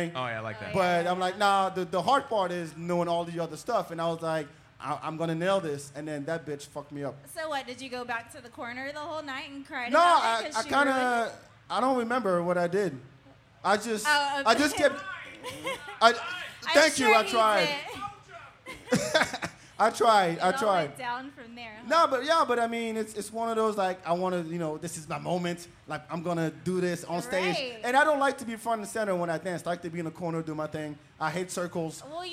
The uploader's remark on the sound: We recorded this show live at the Bak 2 Bak Podcast & Party at Empire Control Room. We recorded this show live at the Bak 2 Bak Podcast & Party at Empire Control Room.